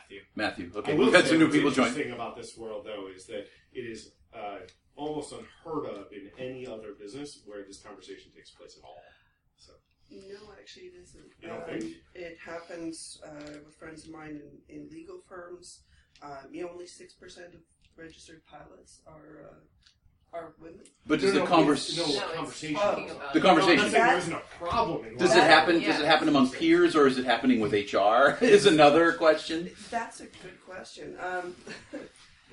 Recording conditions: poor sound quality